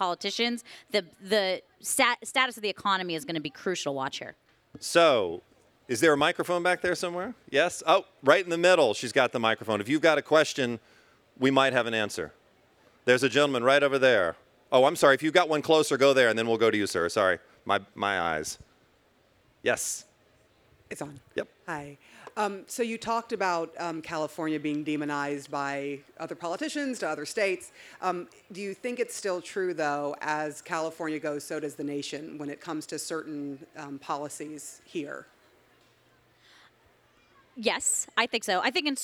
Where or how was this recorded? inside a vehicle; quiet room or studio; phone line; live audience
live audience